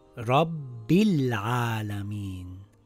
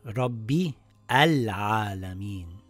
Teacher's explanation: if we continue reading the sentence, the Hamzatul Wasl gets dropped · Shown in: first take · So this will read Rabbil Alamin and not Rabbi Al Alamin.